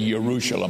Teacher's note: in the Hebrew language, there is no J. It's a Y sound.